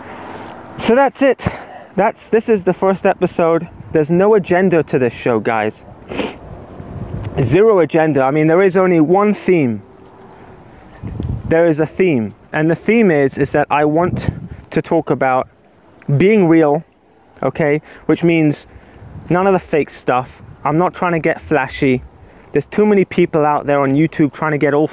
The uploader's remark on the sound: record it while walking in the park